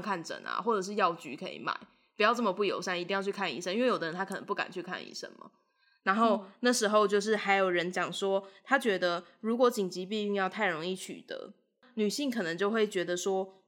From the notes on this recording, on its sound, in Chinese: 直播節目會有一些現場音或不可抗力干擾。